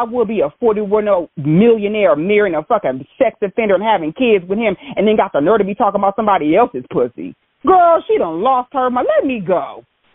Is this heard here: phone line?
yes